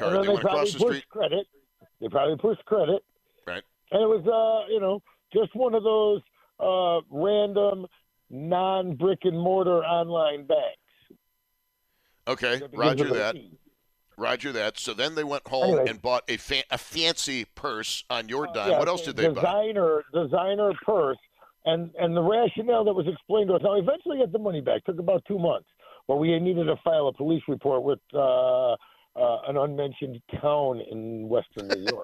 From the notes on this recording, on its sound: takes your phone calls